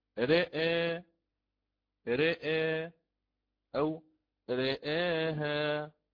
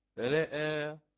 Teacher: ثم الألف والهمزة والراء كلها بالتقليل